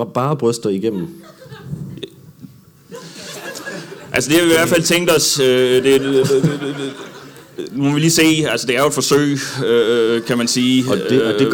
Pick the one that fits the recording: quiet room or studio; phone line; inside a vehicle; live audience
live audience